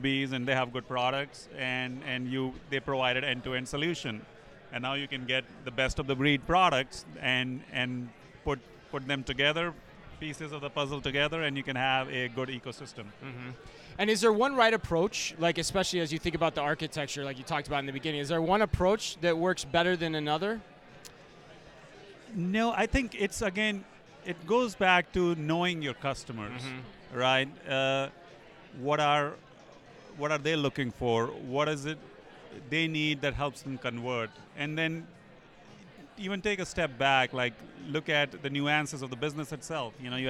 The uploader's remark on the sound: Live From eTail